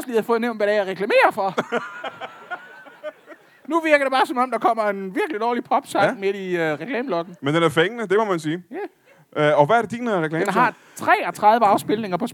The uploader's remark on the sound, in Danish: LIVE fra Randers.